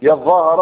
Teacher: يظاهر بمعنى يتظاهر، ادغمت التاء في الظاء